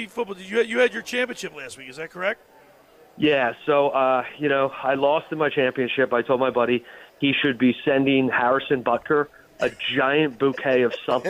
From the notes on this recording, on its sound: It's our last Live Broadcast at the Caesars Sports Book in Atlantic City.